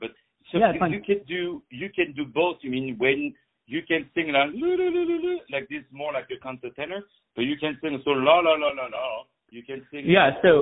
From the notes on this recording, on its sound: On the phone